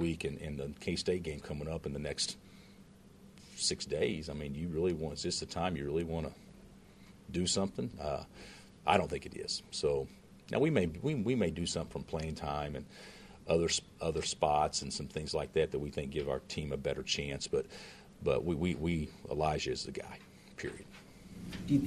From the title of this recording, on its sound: Press Conferences & Post-Game Interviews